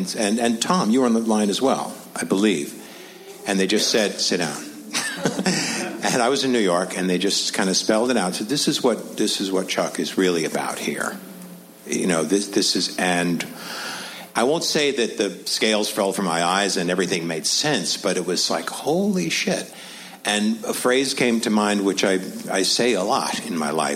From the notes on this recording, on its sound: Recorded live at Largo at the Coronet on April 13, 2015.